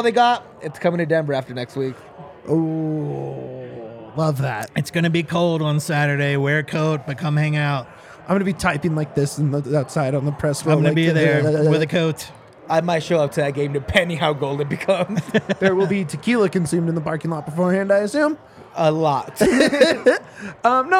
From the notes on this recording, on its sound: LIVE from the DNVR Bar